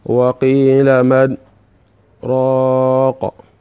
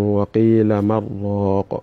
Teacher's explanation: you should make a pause without breathing, then you continue · Shown in: first take · Term: sakta